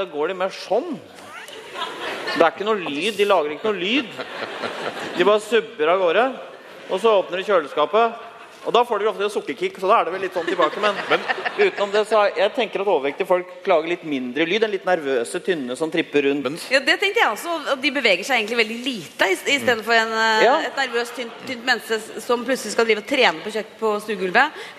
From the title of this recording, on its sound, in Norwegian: Bonuspodcast: Live fra Ås